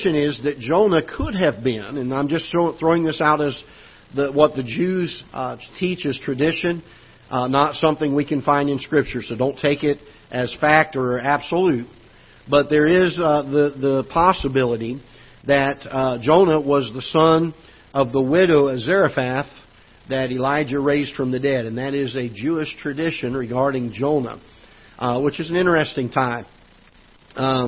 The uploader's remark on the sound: Ketha Heights Baptist Church ~ Live Broadcast